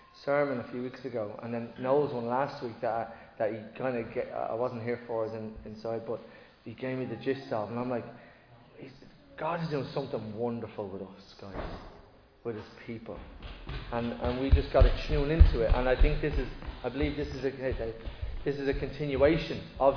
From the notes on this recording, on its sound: Recorded live in Liberty Church on 28 January 2024